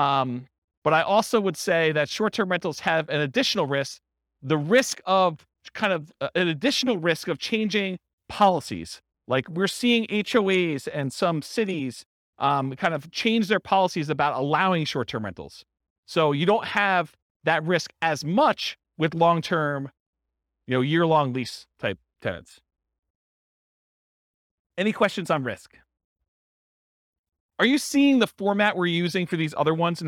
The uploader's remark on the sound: This was a live class recorded